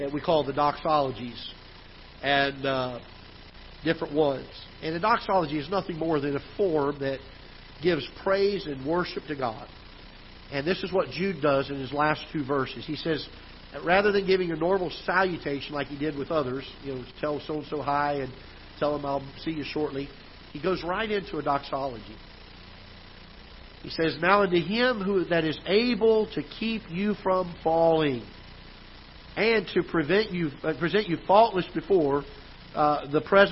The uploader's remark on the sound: Ketha Heights Baptist Church ~ Live Broadcast